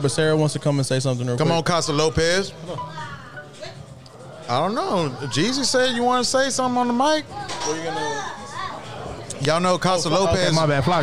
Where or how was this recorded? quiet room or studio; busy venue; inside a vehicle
busy venue